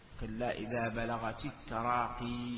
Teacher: إذا وقفت تقف بإثبات الياء ساكنة